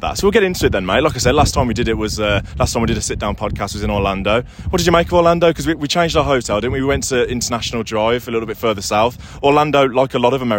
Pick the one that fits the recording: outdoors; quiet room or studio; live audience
outdoors